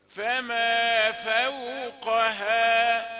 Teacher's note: انظر للفاء والواو رقيقتان، ثم تأتي القاف مفخمة، ثم نرجع للترقيق